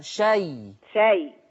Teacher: تقفي من غير همزة